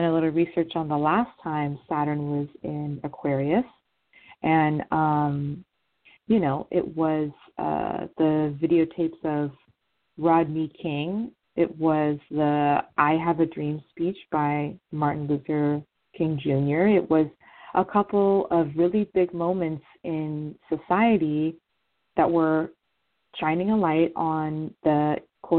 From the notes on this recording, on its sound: This is call in show